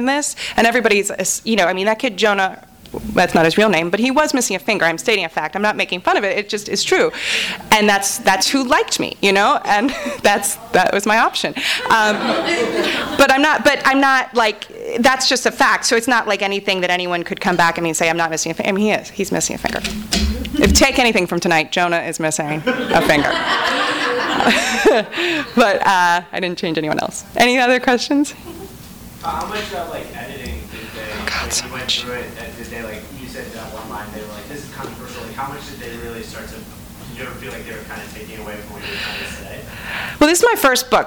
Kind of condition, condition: setting, live audience